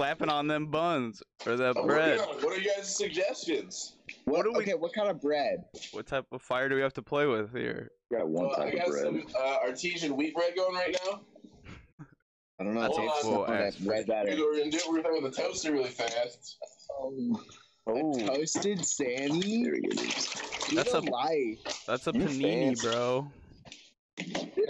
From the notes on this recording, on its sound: Skype in together. Two sandwiches were made and consumed on camera in this amazing quarantine energy filled podcast.